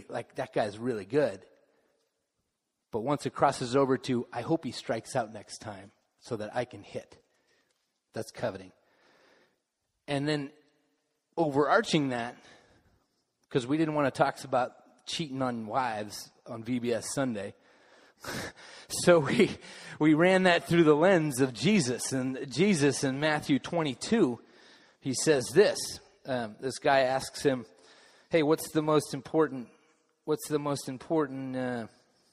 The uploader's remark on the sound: Final message of the Summer Series delivered during the Contemporary Worship service.